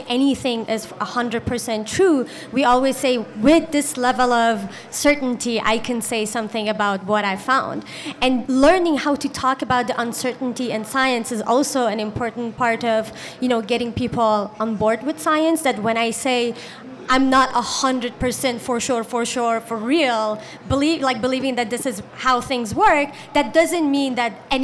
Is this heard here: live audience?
yes